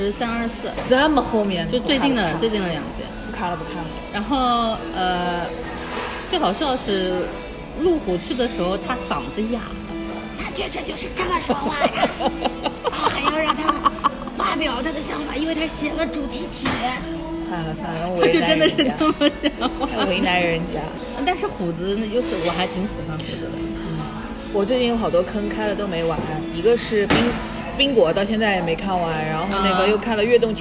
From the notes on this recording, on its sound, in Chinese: 每次录制基本都是在餐厅吃饭，没有条件升级录音设备